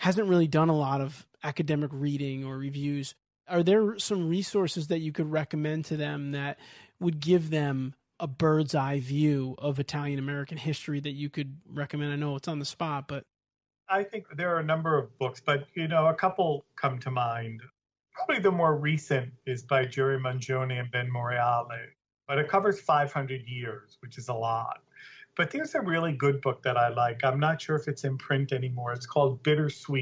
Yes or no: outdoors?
no